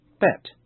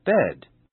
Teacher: Did you notice how the vowel sound e is shorter before t and longer before d?